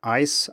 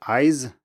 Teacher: So in Mandarin, Z, ZH, and J are not voiced, but they are voiced in English, or, well, we don't have ZH in English, but Z is voiced. It's the difference between ice and eyes in English · Shown in: second take